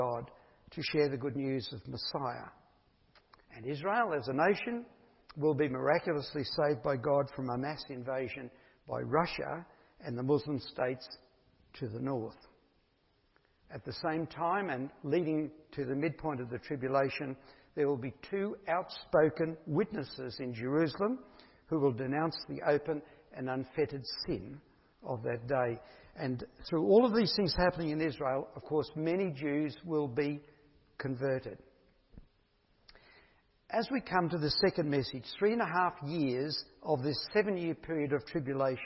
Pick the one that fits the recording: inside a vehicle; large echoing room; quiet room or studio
large echoing room